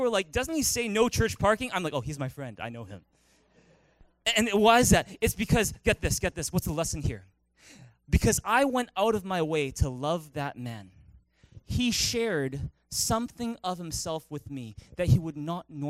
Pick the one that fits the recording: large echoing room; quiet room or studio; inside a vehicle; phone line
large echoing room